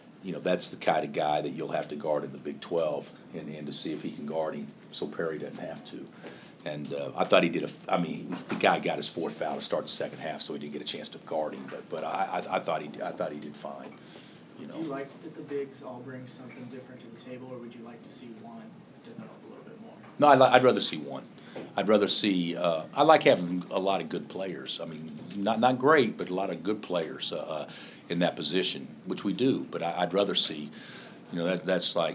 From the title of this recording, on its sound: Press Conferences & Post-Game Interviews